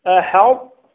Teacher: فأنا أتيت بالطاء مطبقة لكن لم أقلقلها